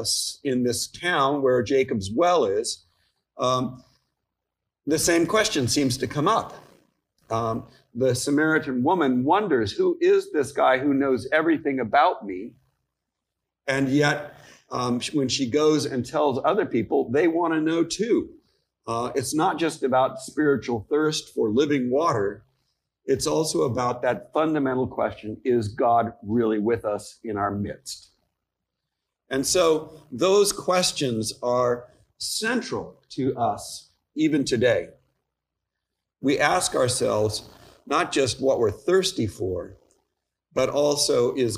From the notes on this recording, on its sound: Each weekly podcast episode is a live recording from our church in San Jose, California of the Gospel reading followed by an Episcopal Sermon based on that reading. The Episcopal Church in Almaden, San Jose, CA.